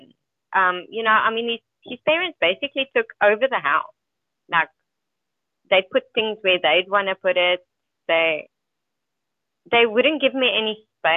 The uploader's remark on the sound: Freedomain Call